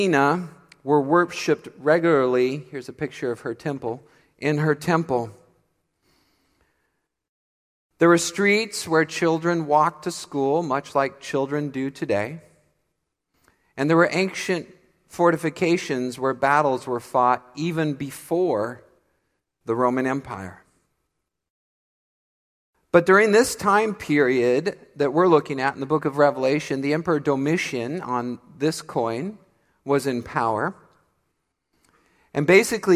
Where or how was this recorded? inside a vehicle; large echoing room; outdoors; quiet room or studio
large echoing room